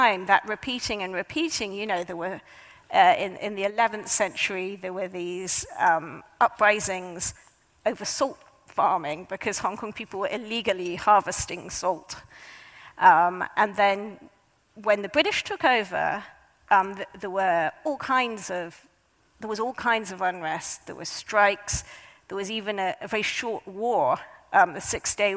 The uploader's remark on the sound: A highlight of the 2023 Auckland Writers Festival.